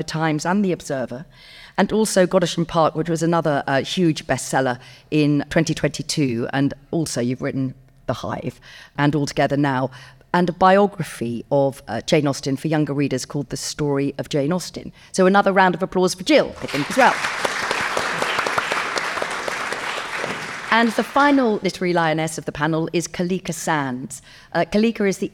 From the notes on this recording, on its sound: In this episode, which was originally recorded as a live event.